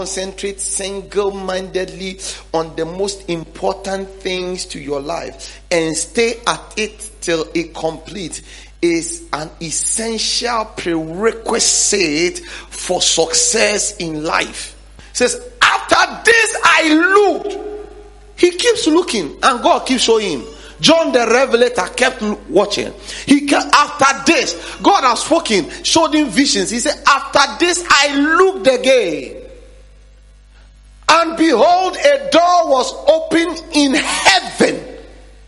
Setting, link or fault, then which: setting, large echoing room